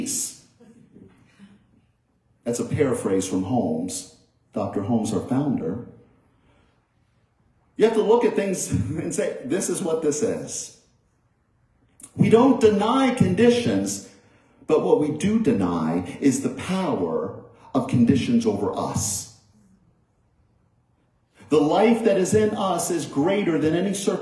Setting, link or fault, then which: setting, large echoing room